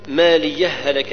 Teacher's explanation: فيكون فيها إدغام فندغم الهاء السكت الأولى مالية في الهاء الثانية